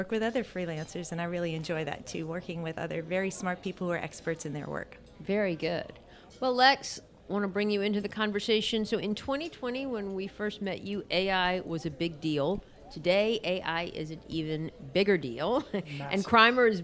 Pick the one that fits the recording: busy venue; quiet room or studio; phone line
busy venue